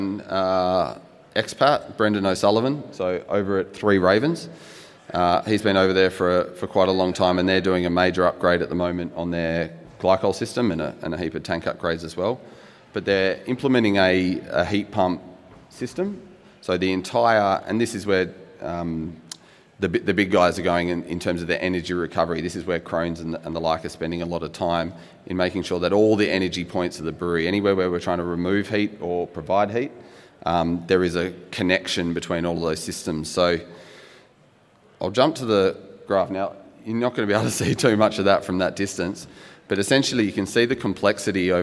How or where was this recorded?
busy venue